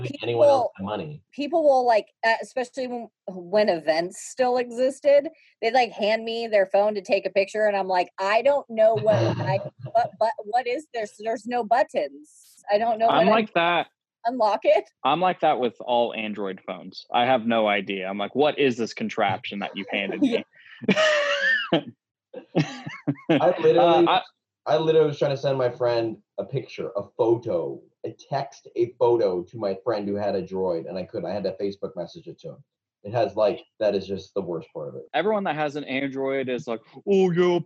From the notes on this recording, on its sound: connect over zoom